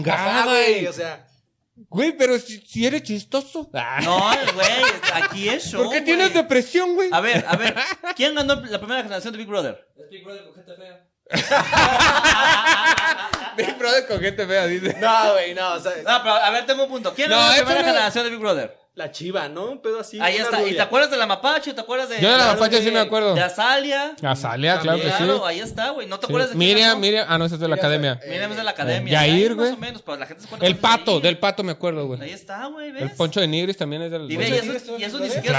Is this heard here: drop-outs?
no